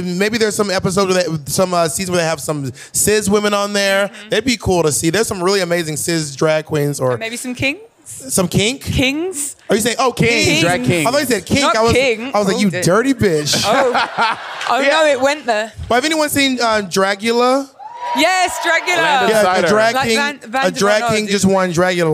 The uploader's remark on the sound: In this episode its the live footage from our panel at Drag Con UK.